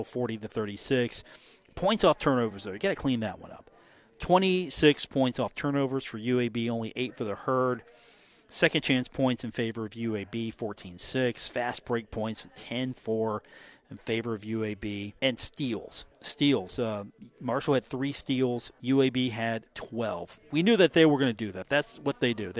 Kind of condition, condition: setting, busy venue